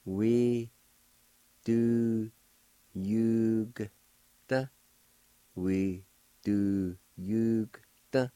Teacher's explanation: the O with the G will be silent. And you can pronounce the G sound with the YU like this.